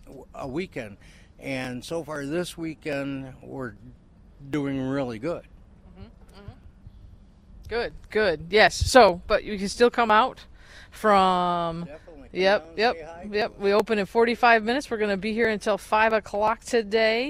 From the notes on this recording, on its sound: Live on the Mall - It’s Art on the Mall 2022. Battle traffic and the winds. On WKZO 590 AM and 106.5 FM in Kalamazoo, MI.